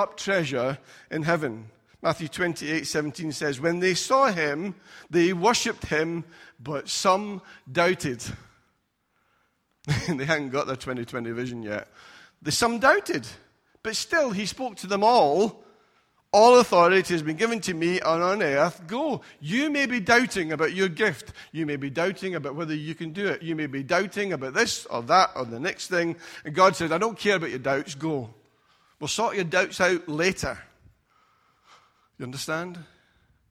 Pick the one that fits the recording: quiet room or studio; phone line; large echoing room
large echoing room